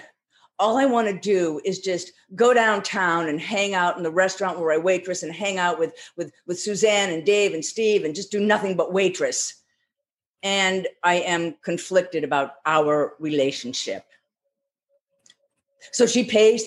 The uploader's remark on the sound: Our two feature truelogue stories are from GRIT's live (virtual) event in June 2021.